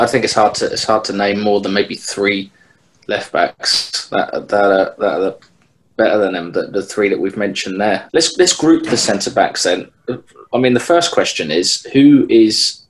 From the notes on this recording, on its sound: There was a slight audio issue so apologies for that